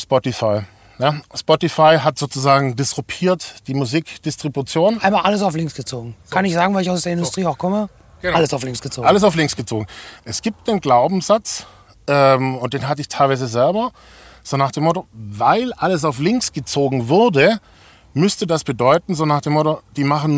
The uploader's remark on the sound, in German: Aufgezeichnet wurde die Folge im Übrigen beim diesjährigen Pirate Summit in Köln bei gefühlten 80 Grad in unserer #ChevyLady. Falls Ihr hier und da also das Gefühl bekommt, etwas Rauch aufsteigen zu hören, dann war es vermutlich einer der Aufgüsse die wir uns an dem Tag gegönnt haben.